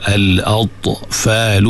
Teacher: ta ada sifat, berikan sifat qalqalah dia, al-atfalu, fa dua harakat.